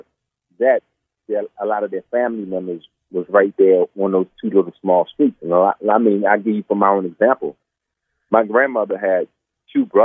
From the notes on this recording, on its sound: In this bonus episode, we hop on the phone